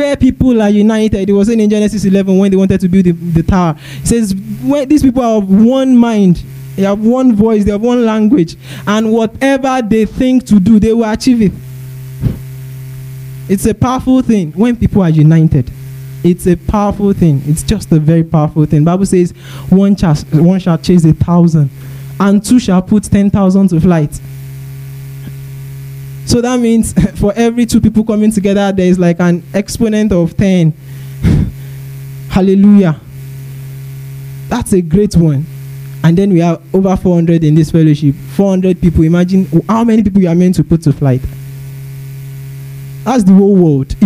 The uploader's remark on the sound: Preached at TACSFON OAU in July 2010.